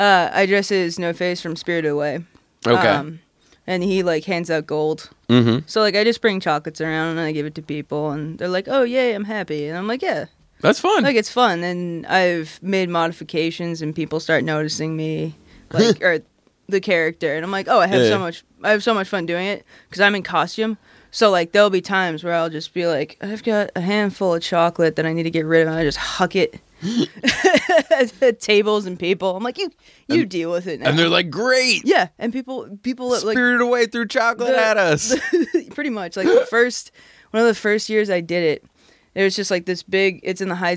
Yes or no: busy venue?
no